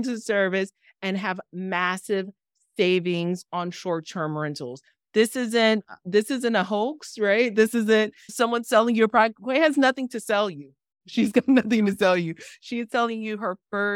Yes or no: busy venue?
no